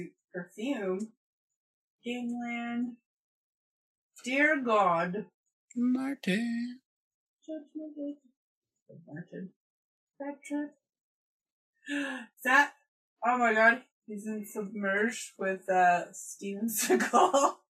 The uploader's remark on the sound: Zoom Quality. Via the Zoom Ouija board.